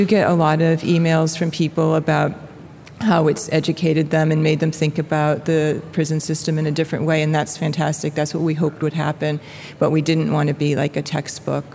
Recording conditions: live audience